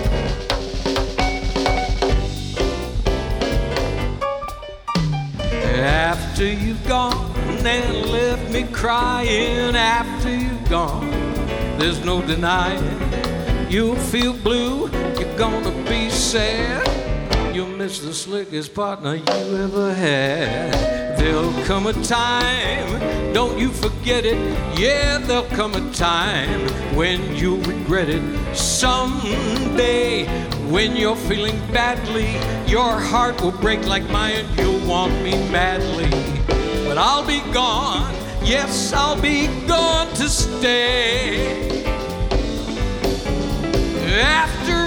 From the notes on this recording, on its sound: Live at the South Point Casino